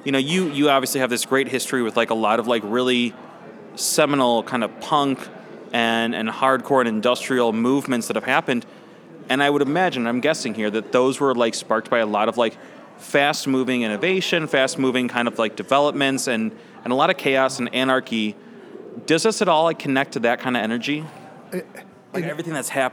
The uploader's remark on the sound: Recorded at SXSW 2016 on Monday, March 14th, for Chicago Inno, #ChicagoMade, and Dynasty Podcasts.